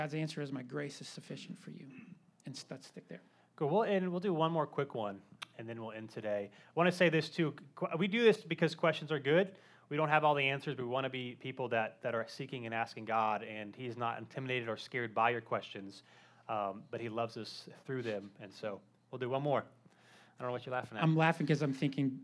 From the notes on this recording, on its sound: Live Q & A Sunday: 1st Service